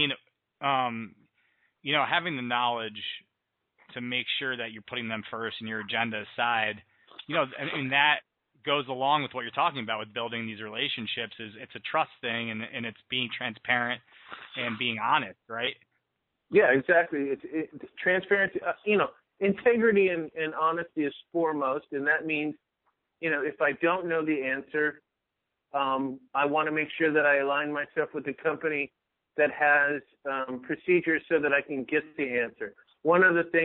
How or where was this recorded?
phone line